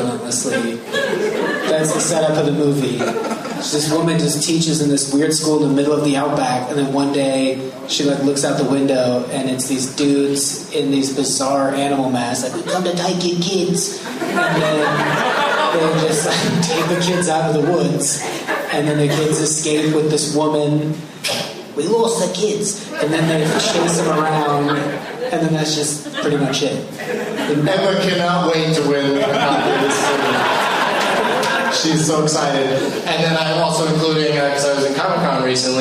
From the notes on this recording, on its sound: against audience members at the Improv in Tempe, AZ.